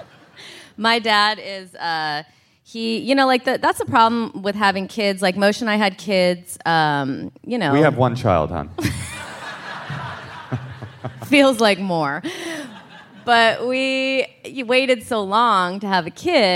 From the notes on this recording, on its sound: Live from SF Sketchfest. Live from the Marines’ Memorial Theatre as part of SF Sketchfest!